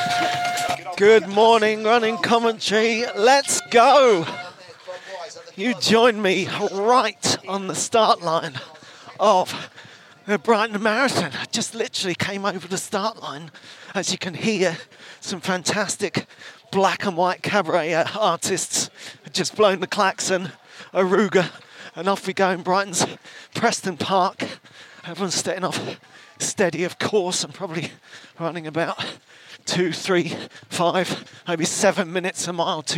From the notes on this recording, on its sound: Comes to you live and direct from the 2023 Brighton Marathon.